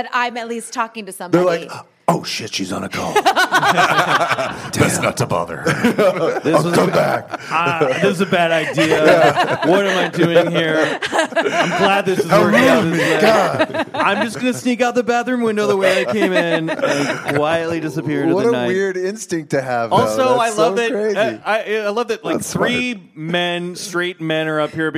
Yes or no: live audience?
yes